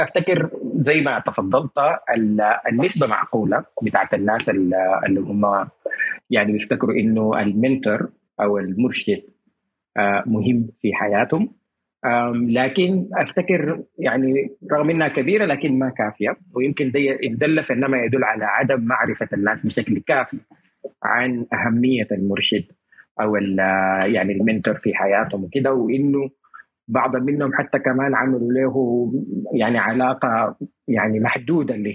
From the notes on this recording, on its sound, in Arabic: تسجيل لمساحة ابن رشد الأسبوعية على منصة تويتر